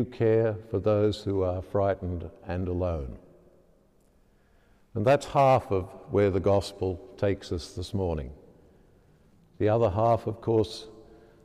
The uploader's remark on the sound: As preached during the live-streamed 9.30 am Mass from Sacred Heart Cathedral, Hamilton.